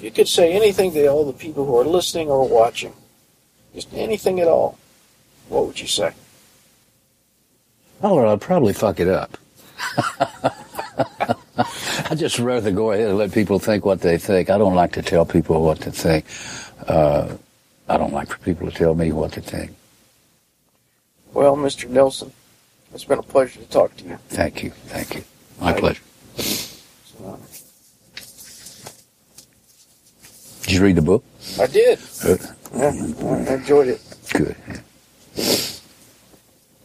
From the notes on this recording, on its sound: on the tour bus outside of The Tabernacle in Atlanta, Georgia